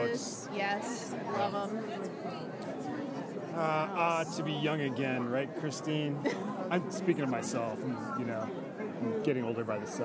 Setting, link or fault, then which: setting, busy venue